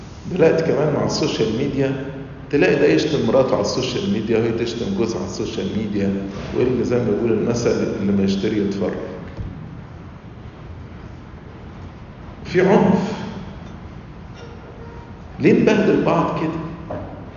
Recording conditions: live audience